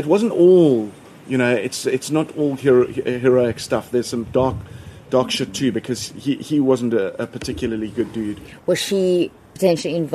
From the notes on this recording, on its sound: Recorded in his garden in Cape Town.